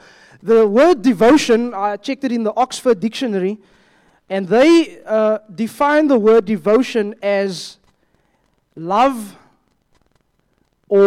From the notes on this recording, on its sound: at Joshua Generation Church Wellington AM congregation